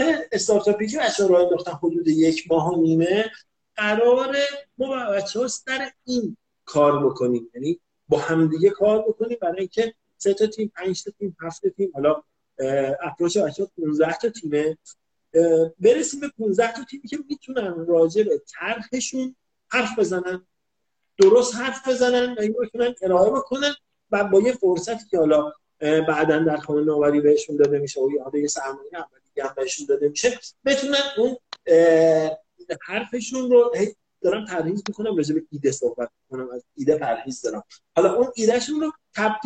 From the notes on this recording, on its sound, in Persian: فایل صوتی اینستالایو